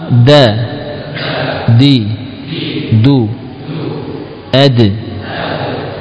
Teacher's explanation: Pengucapan dal adalah dengan meletakkan apa? Ujung lidah tadi pada pangkal gigi seri atas, ya, bukan di gusi. Ya, da, ya, bukan pula di langit-langit, tapi menempel, disentuhkan pada sebagian permukaan gigi.